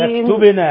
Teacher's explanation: قلقل الباء يا أختي، فلا تقلقل العين